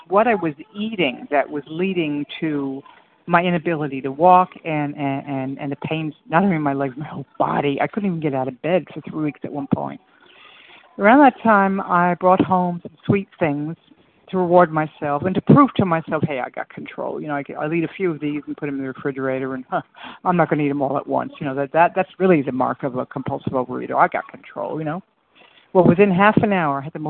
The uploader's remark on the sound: from the 100 Pounders Phone Meeting, 7/7/23